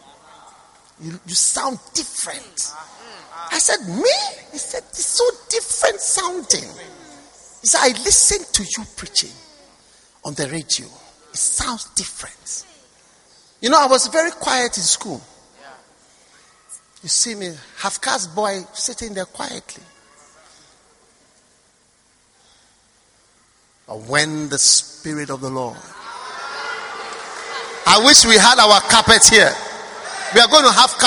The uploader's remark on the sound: Preached at the First Love Center, Accra